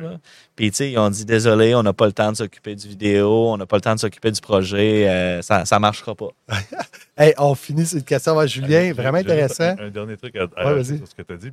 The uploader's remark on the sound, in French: en direct de Stratégies PME